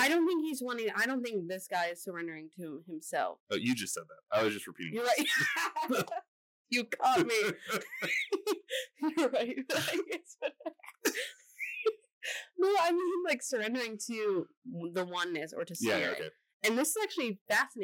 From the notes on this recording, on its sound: Sorry about the sound quality - we have a few issues, but this is a one-week issue. Also, the longer you listen, the better it sounds!